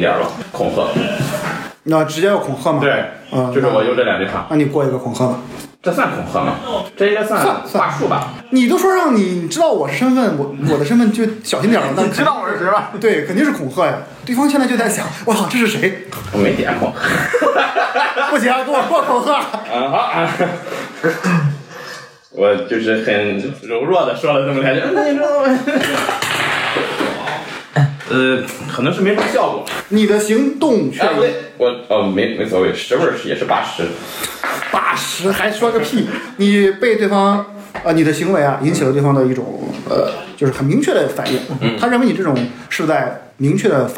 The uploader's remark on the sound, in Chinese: 因为这次跑团时录制的设备并不专业，再加上环境和大家散座的位置，音质会比较差，调试之后改善不大，敬请大家谅解。